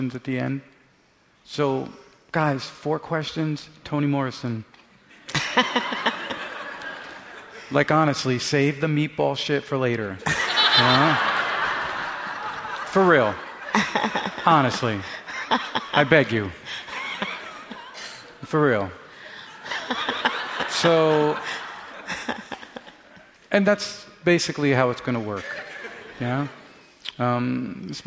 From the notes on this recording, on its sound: LIVE from the NYPL. LIVE closes the Fall 2013 season with a conversation.